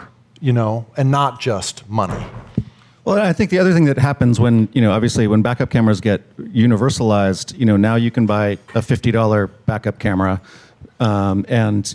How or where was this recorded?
busy venue